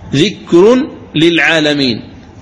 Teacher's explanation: كذلك في التنوين ذكر للعالمين، فهنا تنطق براء مضمومة بعدها لام مشددة لأن نون التنوين أدغمت · Term: الإدغام الكامل